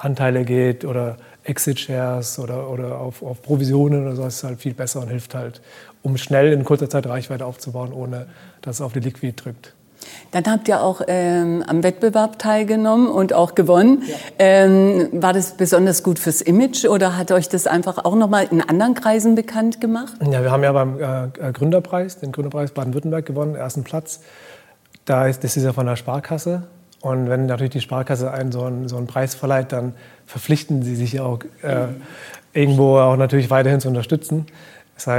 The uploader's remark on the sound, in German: Live vom Demo Day des 6.